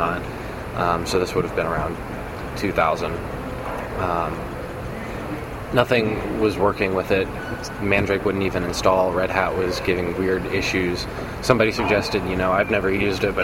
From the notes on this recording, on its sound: at the LinuxWorld Expo in Boston.